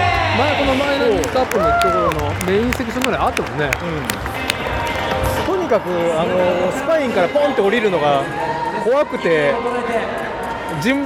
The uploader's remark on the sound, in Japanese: 屋外収録「マイナビ JapanCup 名古屋大会 - BMXフリースタイルの現場にて」